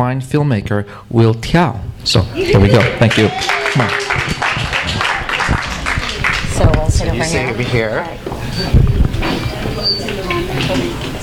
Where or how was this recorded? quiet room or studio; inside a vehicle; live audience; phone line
live audience